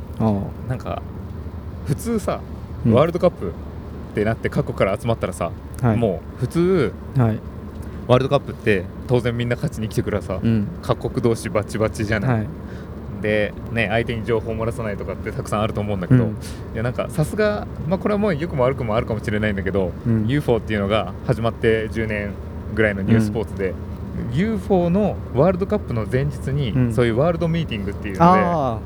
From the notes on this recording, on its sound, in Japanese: オランダ実況。オランダの車の中で収録・その① ※車の中で収録したためノイズが大きいです。